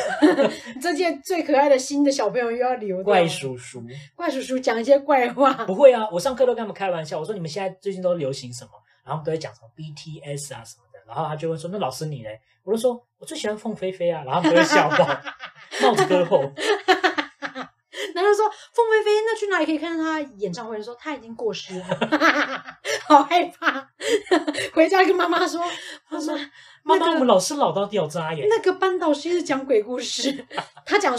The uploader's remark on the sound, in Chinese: 錄製當天適逢軒嵐諾颱風掃過台灣邊邊，音檔有風聲或迴音較大請見諒啦～